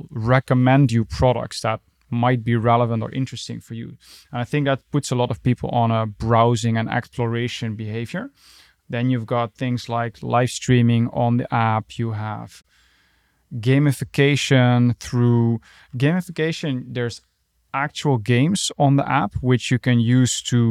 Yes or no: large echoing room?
no